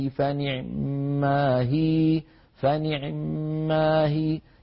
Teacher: لم يكسرها كسرة كاملة وإنما اختلسها، يعني أتى بثلثي كسرة هكذا، إن تبدو الصدقات فنعمه فنعمه، يعني يأتي بعين مكسورة مسرعة قليلا وصوتها فيه شيء من الانخفاض.